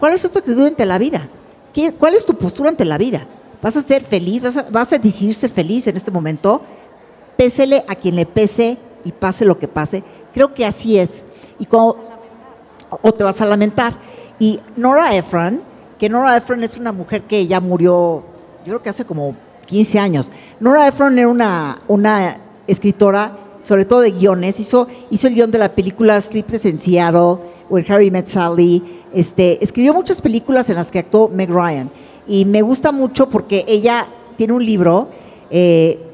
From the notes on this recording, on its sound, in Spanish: Dentro de la edición de What a Woman 2023. Este episodio fue grabado en vivo con muchas de ustedes frente a nosotras.